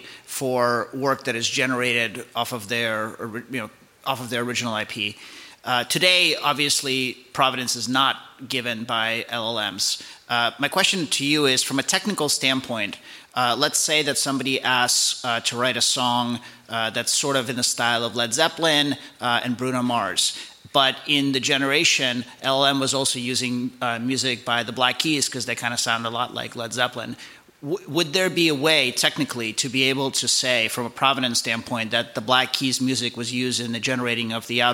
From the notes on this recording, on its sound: I co-hosted the Code Conference last week. It was great to add the energy from the live Code audience to that dynamic.